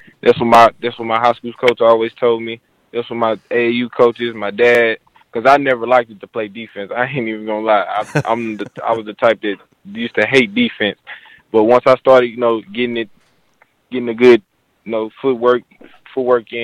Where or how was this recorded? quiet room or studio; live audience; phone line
phone line